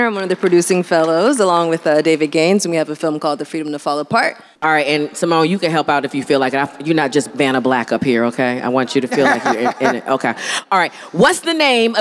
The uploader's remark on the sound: Live from BlackStar Film Festival. Live from the Daily Jawn Stage at the Kimmel Cultural Campus.